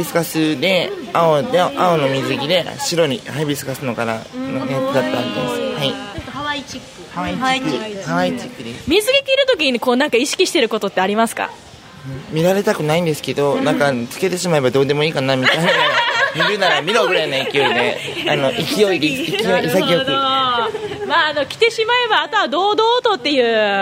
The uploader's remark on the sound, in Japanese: 今回は新都心・DFSでの収録。